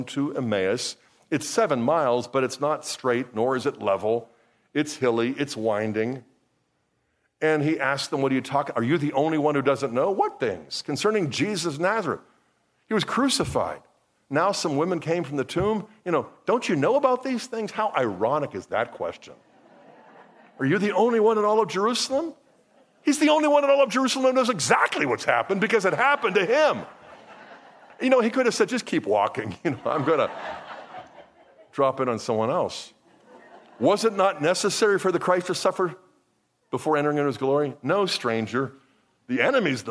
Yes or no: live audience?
yes